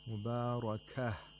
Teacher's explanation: Now here we have waqful ibdal. The ta marbuta is pronounced like a ha as a result of waqf.